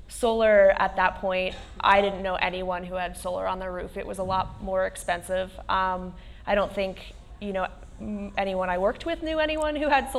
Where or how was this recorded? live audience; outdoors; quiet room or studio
live audience